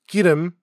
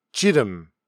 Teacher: certain words that have a G sound tend to take a J sound. · Shown in: second take